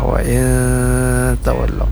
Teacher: Ikhfa artinya kita sudah maklum, yaitu samar-samar, maksudnya bunyi nun sukun atau mati bertemu dengan huruf ta itu setengah-setengah lah, wa'in tawallau, samar-samar di antara bunyi nun sukun dengan huruf ta yang ditemuinya